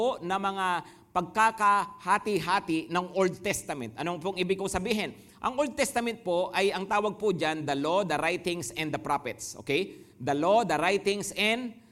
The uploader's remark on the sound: Preached last July 23, 2023, at Grace Testament Church's 10am service.